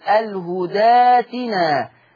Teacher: عند الوصل هقول الهداتنا، لأن همزة الوصل كان قبلها حرف مفتوح، قبلها حرف مفتوح فهبدلها ألف